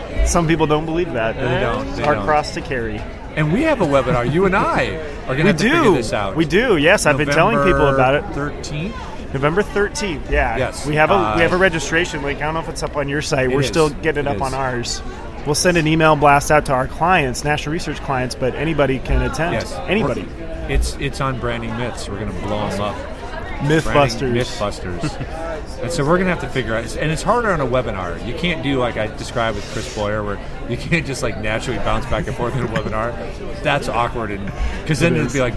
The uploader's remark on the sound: Live from SHSMD13. Podcasting live from SHSMD 2013 in Chicago.